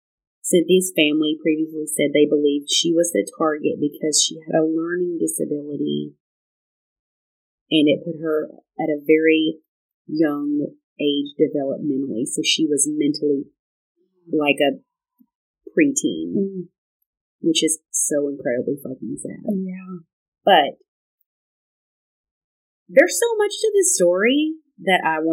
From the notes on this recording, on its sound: Our audio isn't great on this one. We're still working on our mic/sound adjustments.